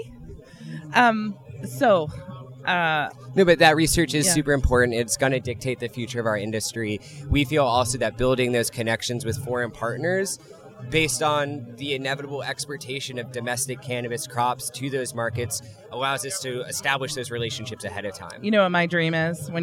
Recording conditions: busy venue